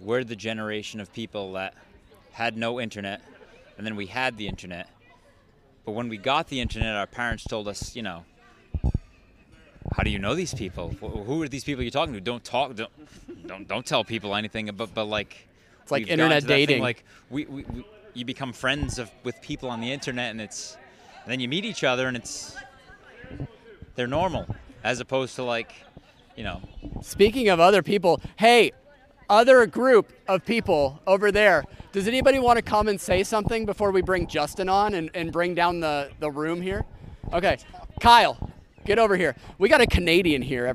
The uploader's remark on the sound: RunDisney Live from the Boardwalk